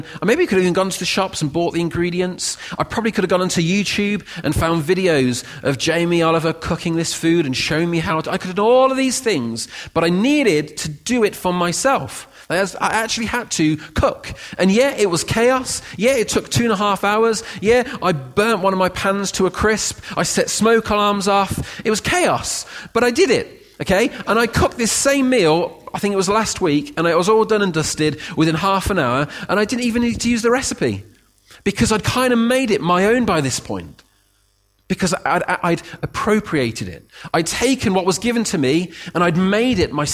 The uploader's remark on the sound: Recorded at freedomcentre church, Preston on Sunday 7th May 2017